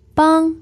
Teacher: 帮, the first tone, means to help. Now, sounds like a bang.